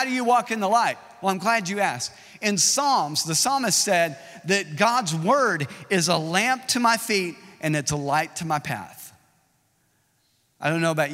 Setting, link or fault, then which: setting, large echoing room